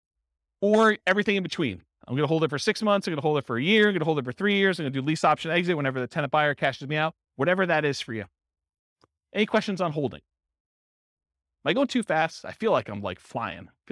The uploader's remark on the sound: Real estate entrepreneurs in Dayton, Ohio. This was a live class recorded to give investors a solid qualitative overview of all the different real estate investing strategies. The live in-person version.